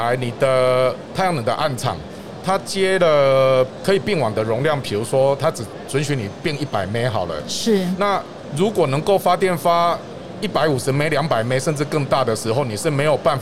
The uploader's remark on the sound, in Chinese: 2021 Energy Taiwan智慧能源週-Live Podcast